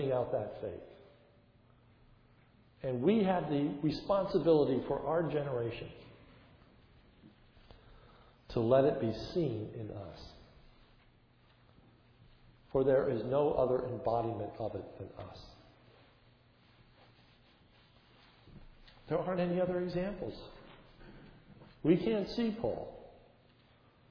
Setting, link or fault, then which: setting, large echoing room